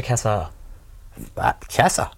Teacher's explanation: I don't pronounce the A as if it's going into the R.